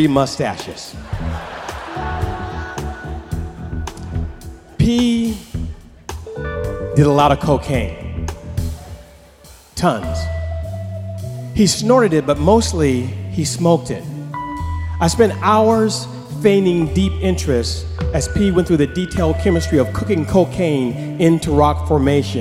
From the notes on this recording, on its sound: Snap LIVE! At The Paramount.